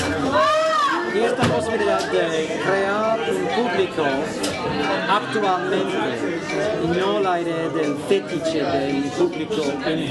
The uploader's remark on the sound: live from Café Kick--in Spanish